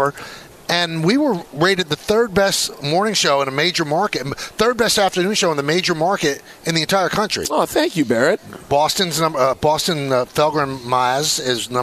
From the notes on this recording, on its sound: The show is live from UBS Arena